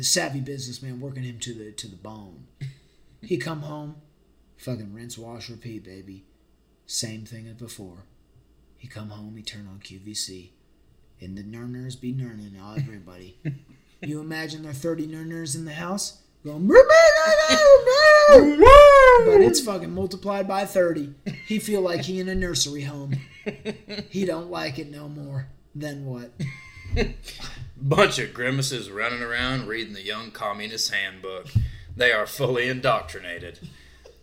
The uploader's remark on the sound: we have returned for another poorly-recorded episode